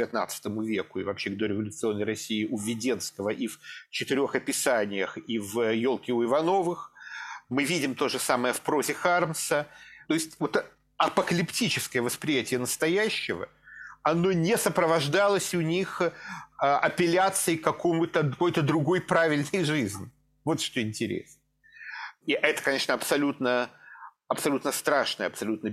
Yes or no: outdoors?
no